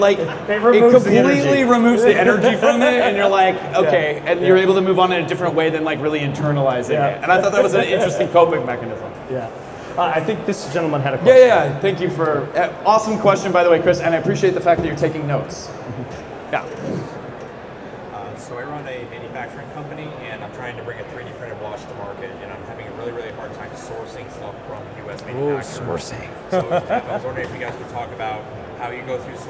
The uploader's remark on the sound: Today we're recording live from the 2023 East Coast RepRap Festival, a 3D Printing exhibition in Bel Air Maryland.